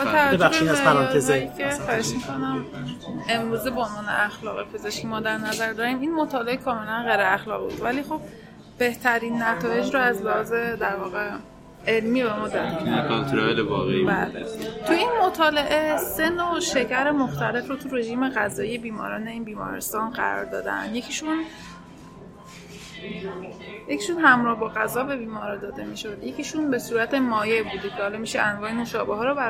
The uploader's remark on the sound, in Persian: این پادکست رو توی یک کافه در شهر تهران ضبط کردیم، برای همین صداهایی توی پسزمینه میشنوید و از این لحاظ با بقیهٔ پادکستهای دهان متفاوت شده.